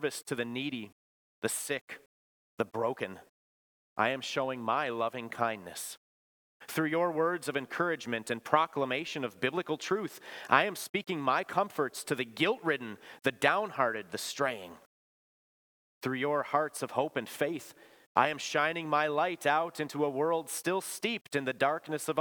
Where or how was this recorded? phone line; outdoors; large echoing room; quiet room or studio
large echoing room